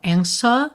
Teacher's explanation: Então, aqui também é interessante, a gente também não fala answer, ou seja, a gente não pronuncia esse W mesmo com som de U